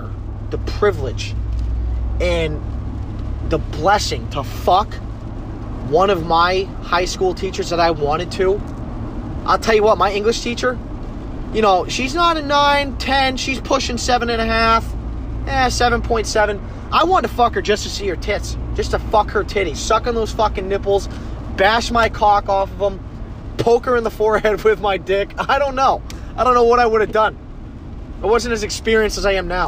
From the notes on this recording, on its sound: Typical me going off while driving.